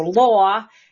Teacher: he also has a really rounded aw vowel in law that's very classically Bostonian